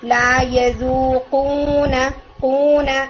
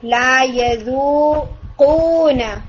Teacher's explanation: جو واو ہے اس کی ساؤنڈ کو ہم نیزل کیویٹی میں نہیں لے کر جائیں گے · Shown in: second take